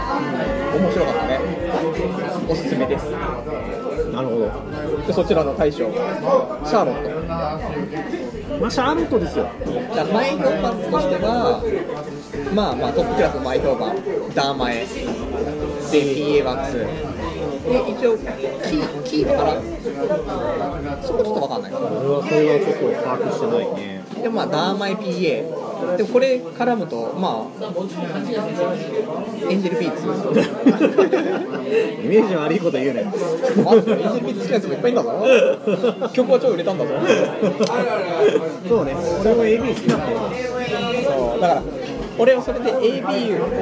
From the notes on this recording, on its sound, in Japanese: 居酒屋で収録している